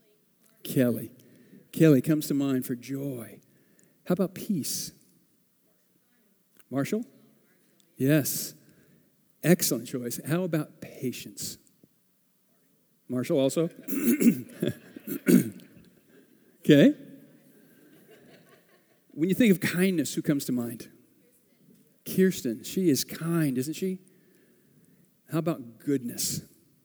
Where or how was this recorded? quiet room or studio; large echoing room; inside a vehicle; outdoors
large echoing room